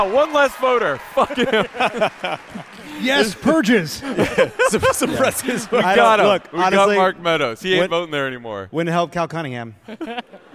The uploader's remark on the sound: Live from D.C.!